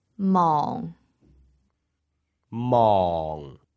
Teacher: So it's a low-level tone. It's at the bottom of your range. · Term: fourth tone